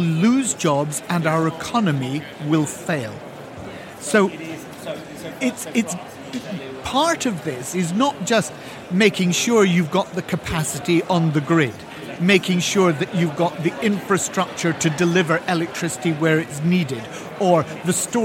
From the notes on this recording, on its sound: Recorded in the Heathrow Lounge at Liverpool’s ACC on Monday morning